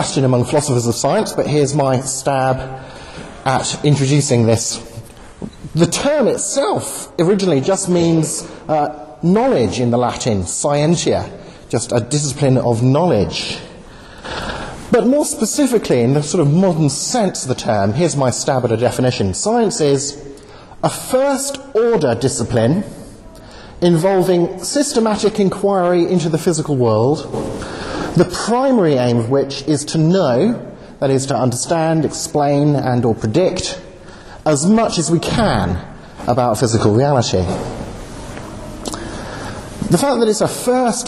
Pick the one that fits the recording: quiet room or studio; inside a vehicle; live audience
live audience